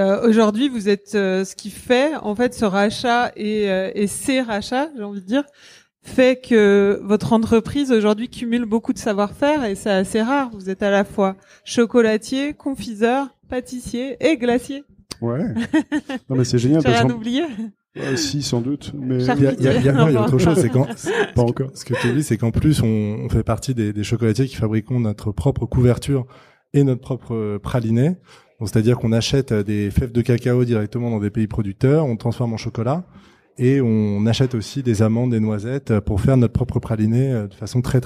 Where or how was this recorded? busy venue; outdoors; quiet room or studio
busy venue